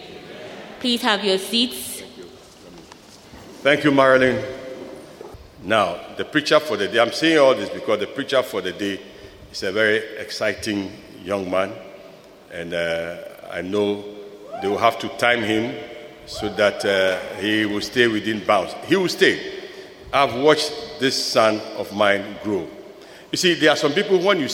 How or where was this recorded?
large echoing room